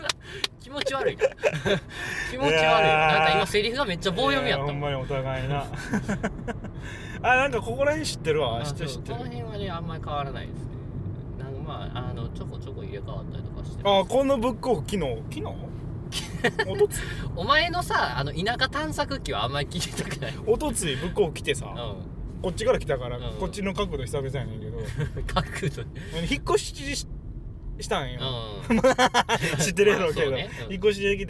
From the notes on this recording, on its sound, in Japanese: 撮って出しのおまけ配信。ぐちゃラジの車窓から。